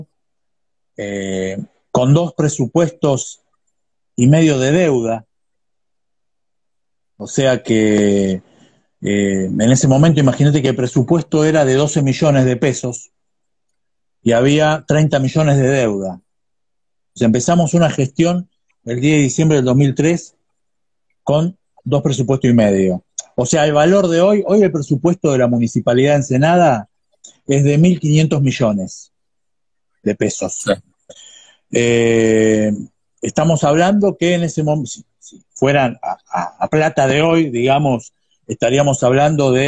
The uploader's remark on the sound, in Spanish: entrevista a fondo a través de Instagram live